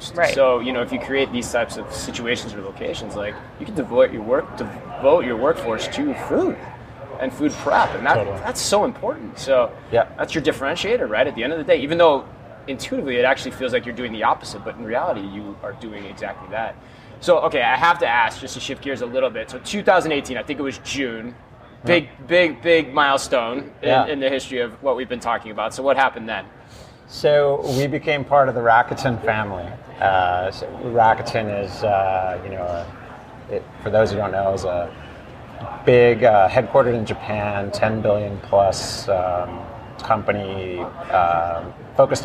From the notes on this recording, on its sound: live from Groceryshop